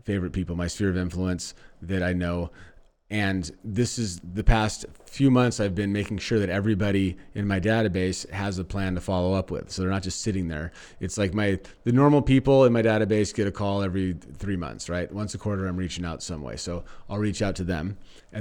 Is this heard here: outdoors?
no